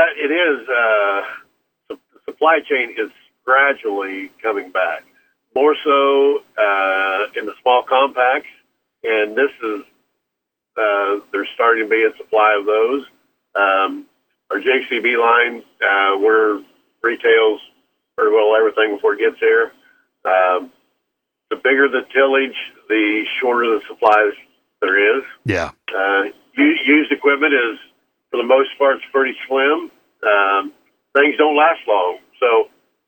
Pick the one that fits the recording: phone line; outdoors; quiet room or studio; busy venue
phone line